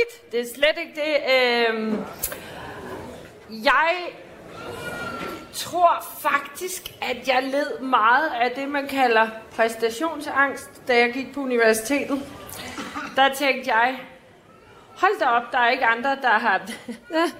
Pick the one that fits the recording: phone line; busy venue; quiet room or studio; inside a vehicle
busy venue